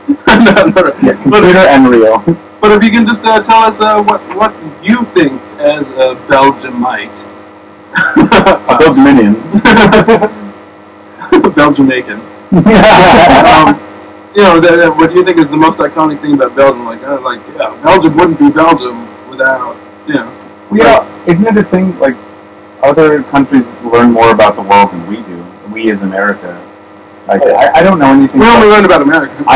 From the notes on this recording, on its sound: Alert: This week's podcast is of compromised sound quality.